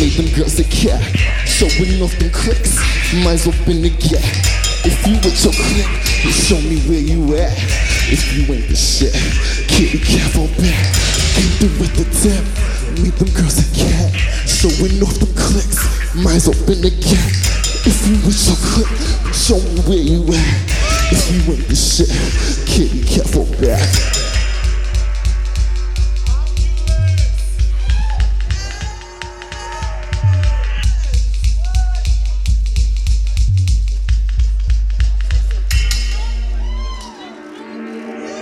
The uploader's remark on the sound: Live from SXSW